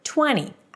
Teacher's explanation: I'm not pronouncing the T here because the T after an N is often dropped